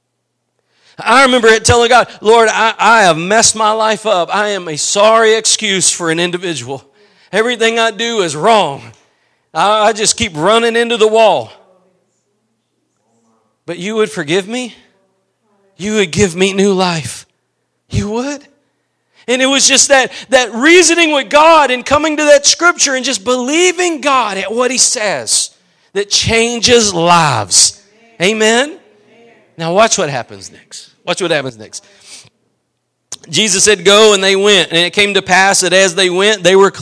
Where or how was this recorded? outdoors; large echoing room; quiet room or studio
large echoing room